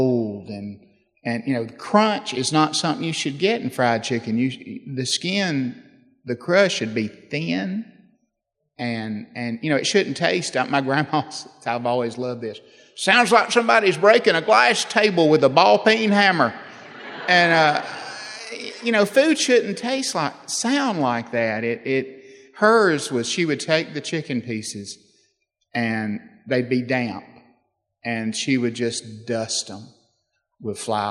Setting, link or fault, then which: setting, live audience